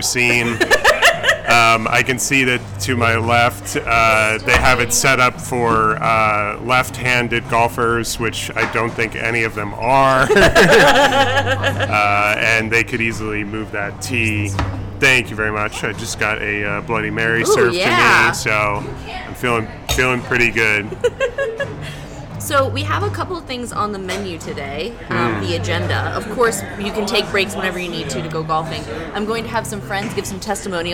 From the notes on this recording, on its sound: Recorded live (to tape) at the Topgolf in Tucson, AZ on February 19, 2023